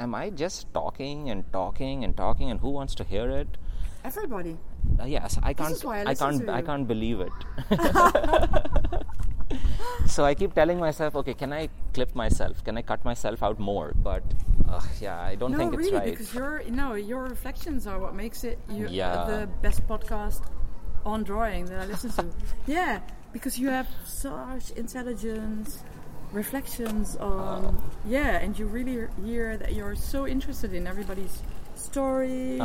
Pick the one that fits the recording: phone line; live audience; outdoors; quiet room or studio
outdoors